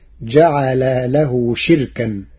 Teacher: قرأ ورش كلمة شركاء بكسر الشين وإسكان الراء وحذف الهمزة فتصير جعل له شركا، أي اسم مصدر.